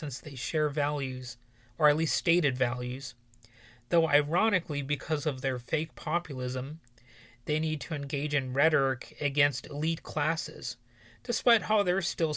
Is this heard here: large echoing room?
no